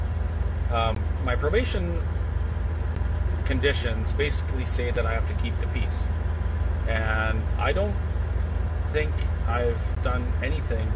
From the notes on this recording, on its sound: There’s a press conference in Ottawa. One of our reporters on the streets of Ottawa while we continue driving back to Alberta. We meet some convoy supporters in Manitoba and Saskatchewan.